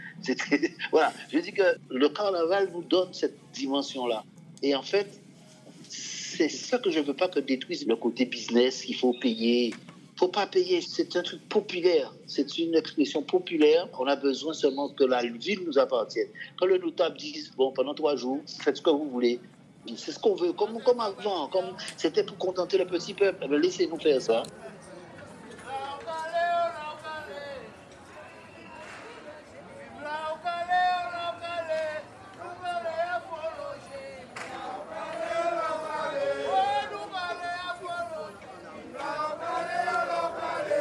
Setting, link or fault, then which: setting, outdoors